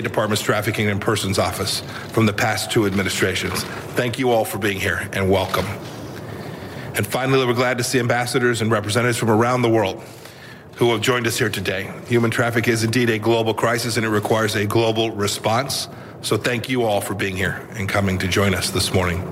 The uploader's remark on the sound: live from the New York Stock Exchange